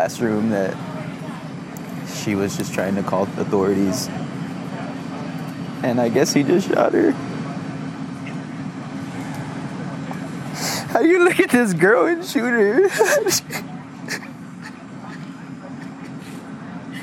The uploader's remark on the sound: Live from the World Economic Forum